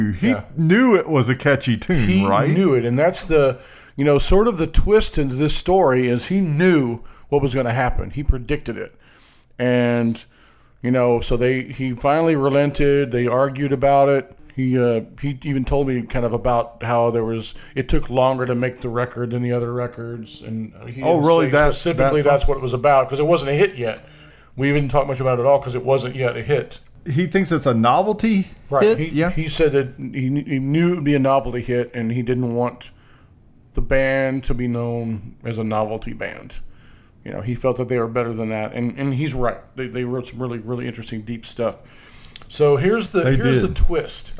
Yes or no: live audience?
no